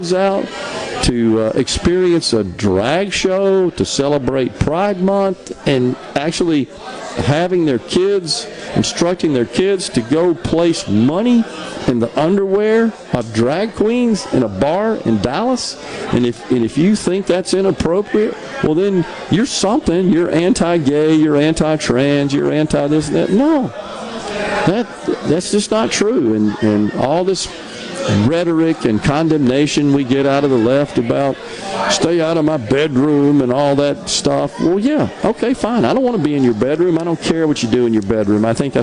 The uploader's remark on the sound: LIVE from Greenville Country Club for The Delta Soul Celebrity Golf & Charity Event